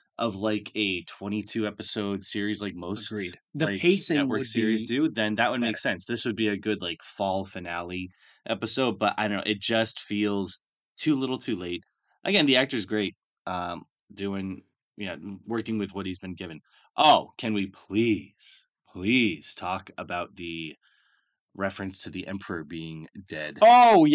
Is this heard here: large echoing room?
no